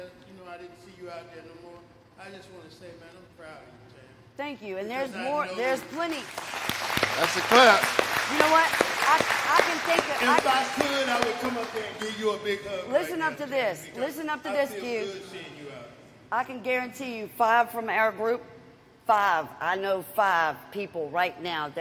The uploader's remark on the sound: Live at Henrico East Jail